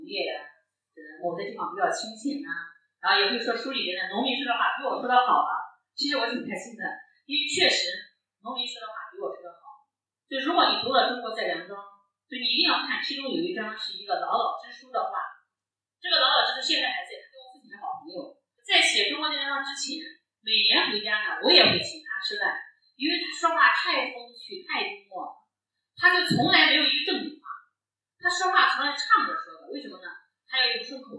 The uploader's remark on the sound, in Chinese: 现场特辑。本次节目属于现场临时录制， 音质较差请谅解。